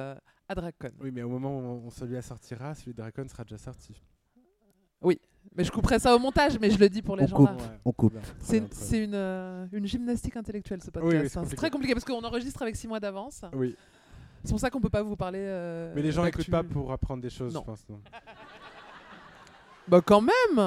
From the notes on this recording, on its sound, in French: enregistré pour la première fois Absolument Fabuleuses en public, au théâtre du Grand Point Virgule